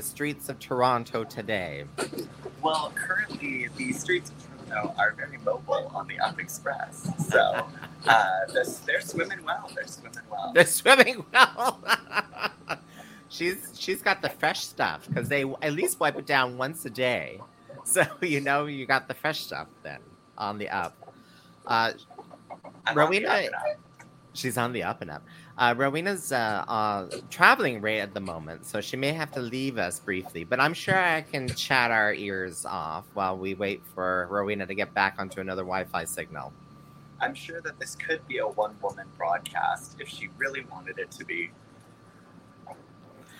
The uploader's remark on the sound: LIVE on location of the streets of Toronto.